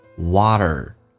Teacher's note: 美式发音 T 发 D 轻轻地卷下舌头